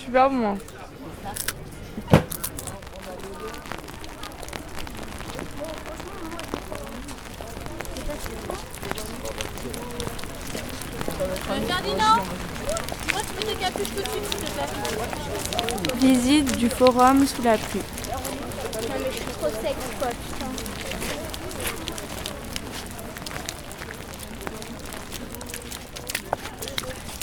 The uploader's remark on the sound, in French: Les élèves latinistes du collège Verlaine à Paris vous livrent un carnet de bord sonore de leur voyage à Rome ! Durant leur séjour dans la capitale italienne, les élèves ont enregistré leur trajet en train, leurs visites des lieux majestueux et les moments drôles entre copains.